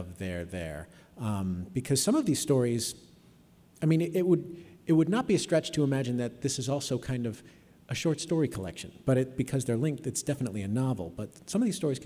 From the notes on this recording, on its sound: Recorded live at The Music Hall in Portsmouth, NH. This archive program may still contain broadcast elements from the time it aired.